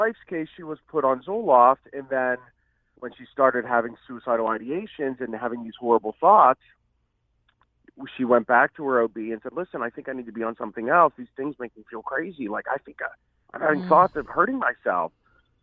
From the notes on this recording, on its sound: has a few guests via phone